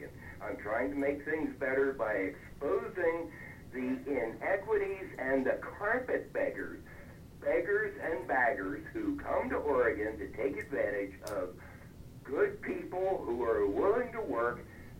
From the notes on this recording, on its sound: Telephone town hall meeting. Rebroadcast here on KRBN Internet News Talk Radio.